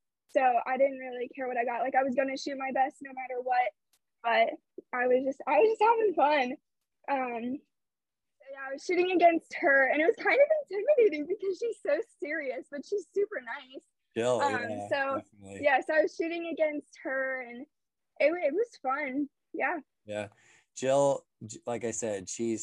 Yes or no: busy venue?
no